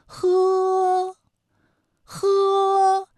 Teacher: 舌根要用力，尽量的上拢靠近软腭，让气流从舌根和软腭之间流出